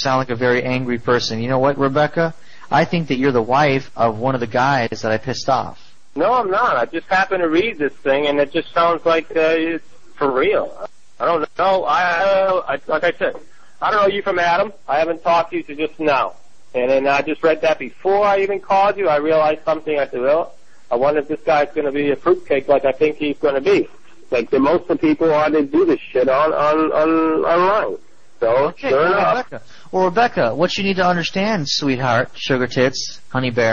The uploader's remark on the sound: Prank Phone Calls. "Free Car on Craigslist" from archive.org.